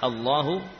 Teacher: lam pada lafzul jalalah beserta alifnya dibaca tebal atau tafkhim